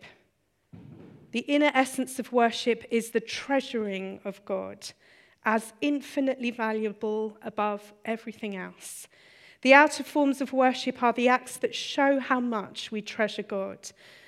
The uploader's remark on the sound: Recorded on 7th February 2016 at our Bournville gathering